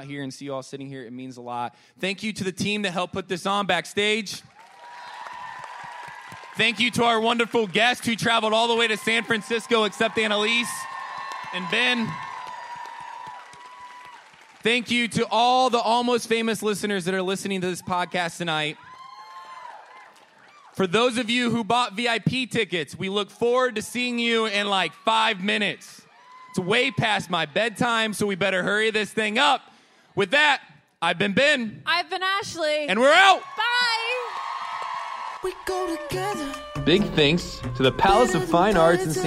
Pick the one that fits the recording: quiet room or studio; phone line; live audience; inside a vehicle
live audience